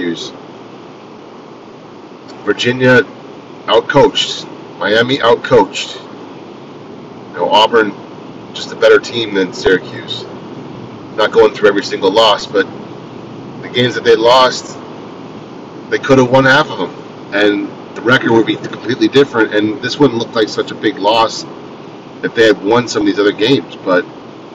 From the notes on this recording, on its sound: Driving Edition. Decided to drop a pod while driving.